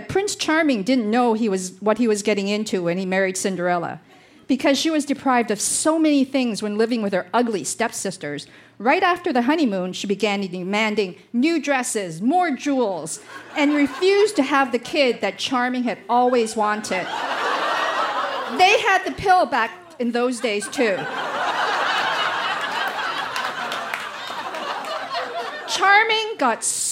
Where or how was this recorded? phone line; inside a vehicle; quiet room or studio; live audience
live audience